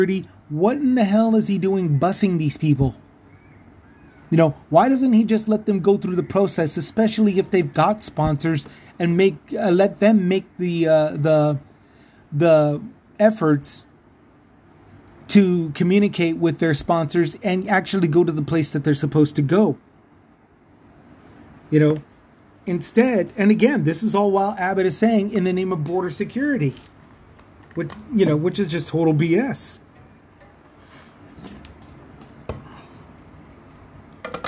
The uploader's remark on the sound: Let me apologize for the sneeze and the background noise. I had to do a one shot, one kill, show.